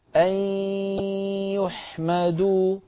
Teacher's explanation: أن نخرج ياء من الفم وغن من الخيشوم في آن واحد، هكذا أن يحمدوا.